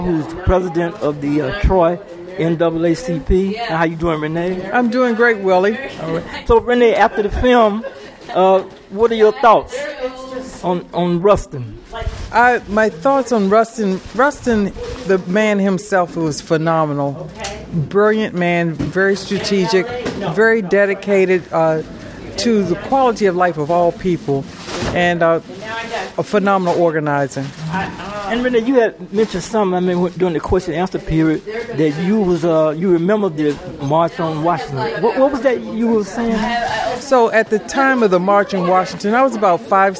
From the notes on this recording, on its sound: Attended a black history film showing "Rustin" at the Art Center of Troy. Interviews some audience members at the preview.